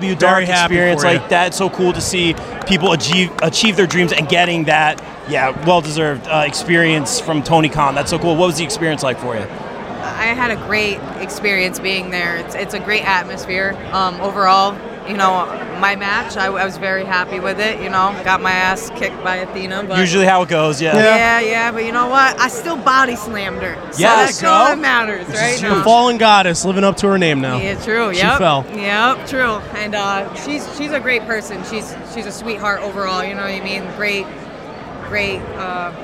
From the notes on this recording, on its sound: joins the show LIVE from Wrestlebash 22 courtesy of Parker Kane Promotions